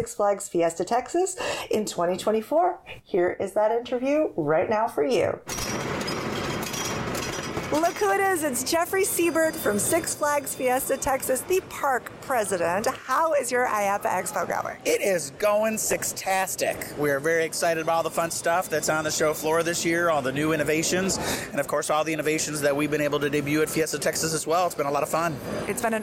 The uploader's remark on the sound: IAAPA Expo 2023. Updates from the Show Floor.